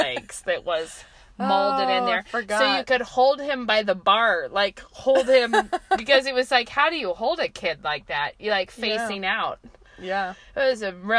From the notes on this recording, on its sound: we are back in the car